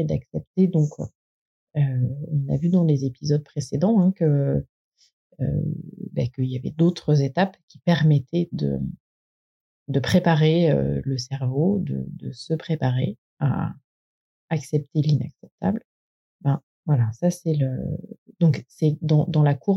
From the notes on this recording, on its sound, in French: La qualité du son est aléatoire, désolée, pour les aléas du direct.